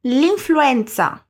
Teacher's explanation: o L apóstrofo, que se junta diretamente à palavra influenza e forma uma só pronúncia. L'influenza.